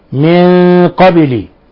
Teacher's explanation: ولاحظوا قلقلة الباء لسكونها